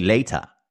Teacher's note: We always put the R. For you, it's a silent R.